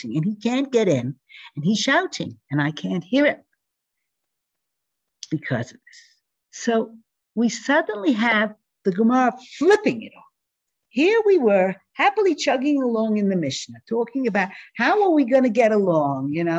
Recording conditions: video call